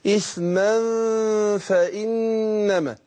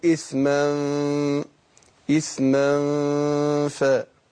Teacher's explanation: فهنخفي النون الساكنة نون التنوين عند الفاء · Term: الإخفاء